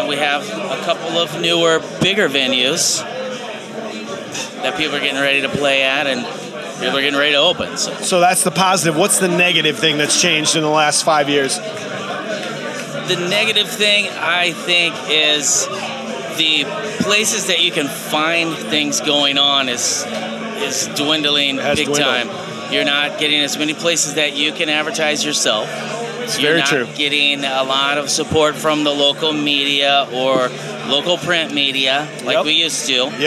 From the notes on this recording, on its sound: 1 Year Anniversary Live Broadcast. Record the podcast episode live from Tailgators during the CRMS 1 year anniversary meet up.